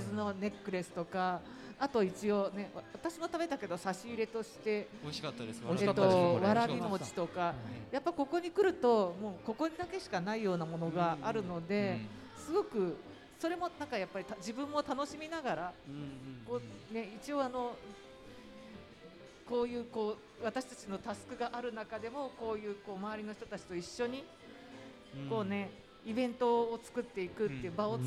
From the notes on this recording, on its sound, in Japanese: ガーデンズ千早1stアニバーサリーで、九州産業大学地域共創学部の学生によるワークショップを開催しました。今回学生によるMCで公開収録した模様をお届けします。